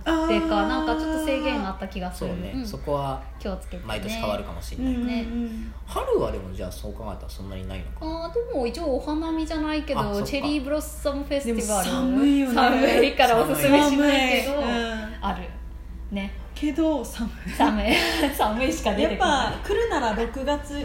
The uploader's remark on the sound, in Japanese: 録音場所は、とあるホテルのキッチンのため、たまにキッチンを利用している音がします